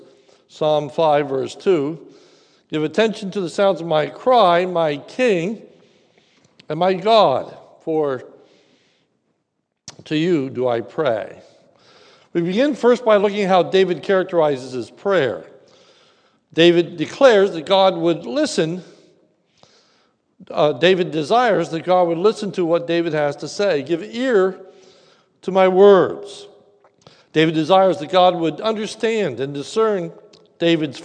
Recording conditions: large echoing room